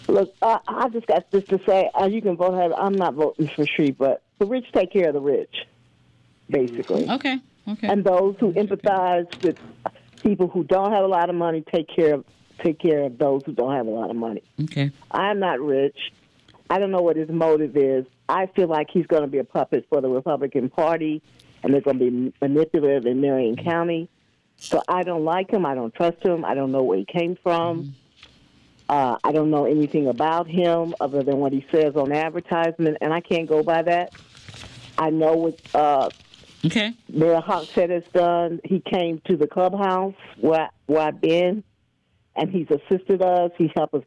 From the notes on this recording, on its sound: Community Connection Was Live With a Full Show Of Open Lines!